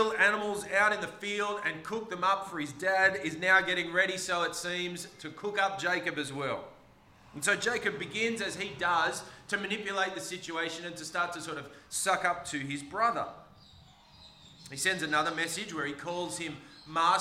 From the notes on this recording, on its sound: This sermon was preached on the 26th of March 2023 at all services of Helensburgh and Stanwell Park Anglican Church.